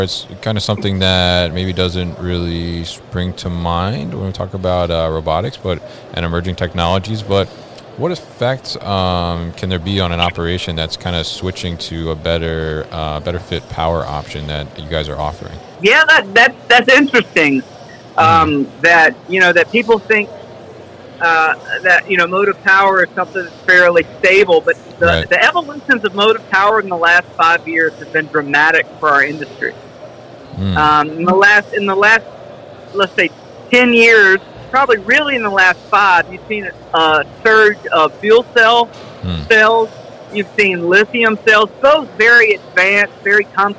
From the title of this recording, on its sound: Hyster From MODEX 2020